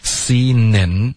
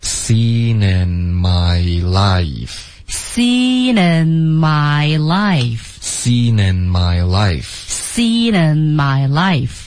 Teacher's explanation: 这两个 N 的音都是需要动舌尖的舌尖顶着上颚